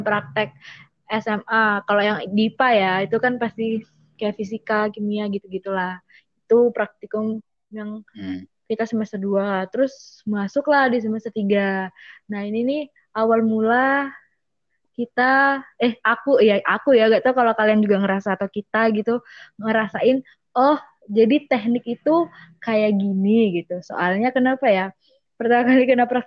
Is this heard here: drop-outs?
yes